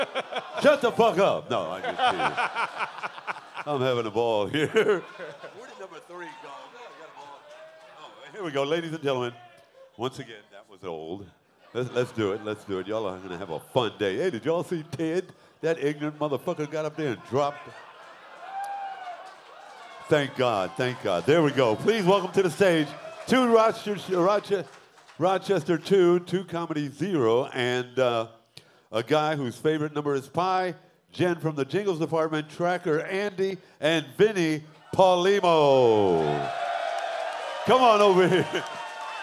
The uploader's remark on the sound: Live in Detroit II. We were back in Detroit last night with a live show at the Magic Bag.